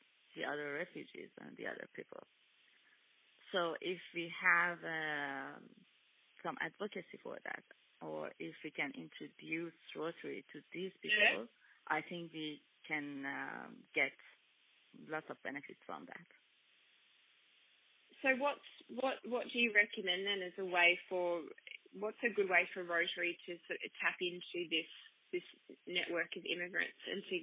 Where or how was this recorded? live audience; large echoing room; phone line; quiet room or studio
phone line